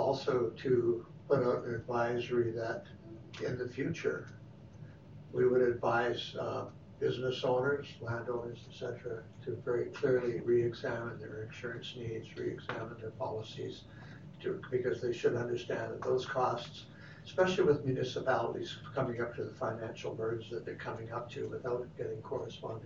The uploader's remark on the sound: Audio recording of the January 14, 2019 Regular Meeting of Peace River's Town Council.